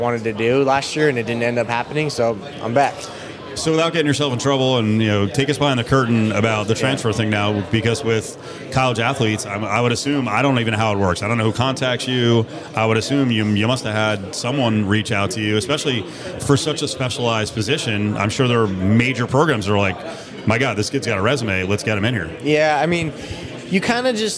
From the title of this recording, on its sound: LIVE AT CIRCA